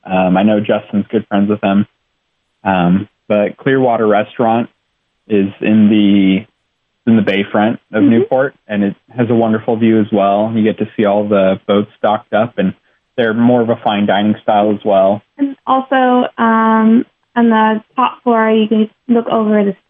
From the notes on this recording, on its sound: They joined us by phone